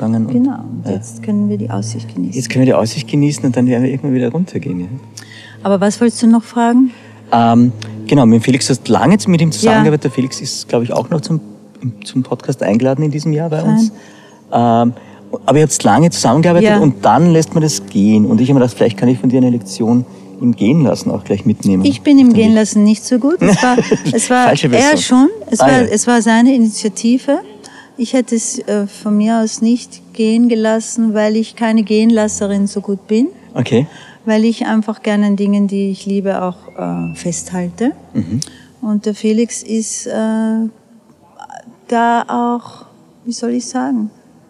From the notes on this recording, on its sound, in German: Haben die beiden den Podcast kurzerhand im Gehen aufgenommen. Sie sind eine Stunde lang durch den Park des Schlosses Schönbrunn in Wien gewandert und haben sich dabei aufgenommen.